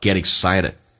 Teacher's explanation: t 要浊化成 d 跟后面的 a 形成一个连音